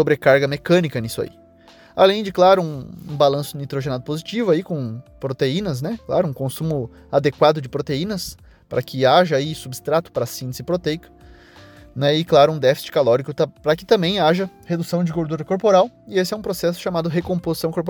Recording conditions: inside a vehicle